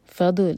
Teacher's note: ضاد زبان کے سائڈ سے پڑھا جاتا ہے اور یہاں پر سکون ہے ضاد پر تو بالکل بھی جھٹکا